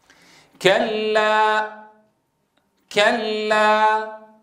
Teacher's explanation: هنا جعلت الهمزة محققة، أنهيتها بهمزة، جعلت الألف محققة، أنهيت صوتها بانطباق الوترين الصوتيين. وهذا خلاف المطلوب.